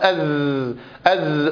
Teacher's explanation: وأما صفاتها فهي مجهورة رخوة مستفلة منفتحة، وفيها صفير · Term: الزاي